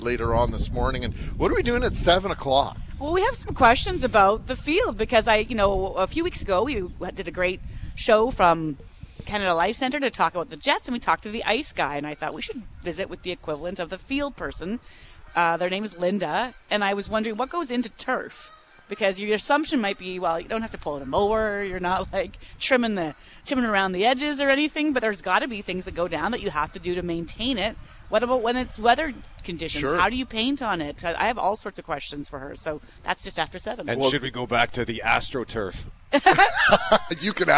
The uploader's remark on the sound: Live from IG Field!